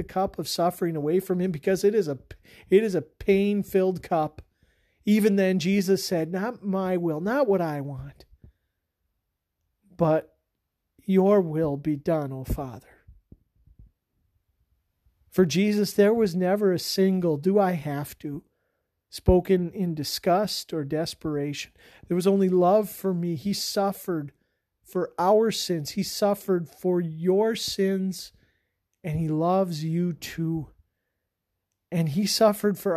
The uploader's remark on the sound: This sermon was preached on October 20 at Mt Calvary Lutheran Church.